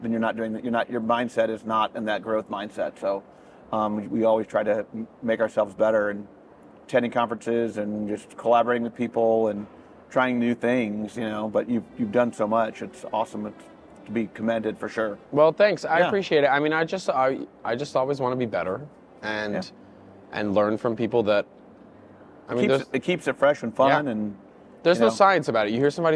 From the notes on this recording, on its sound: North Gwinnett High School at the 2022 Midwest Clinic.